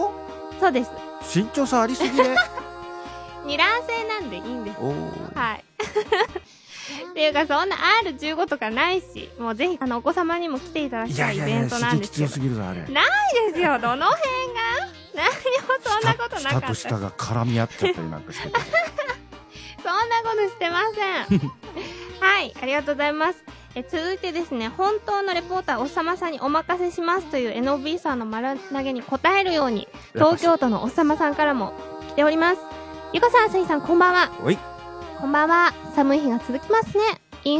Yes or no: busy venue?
no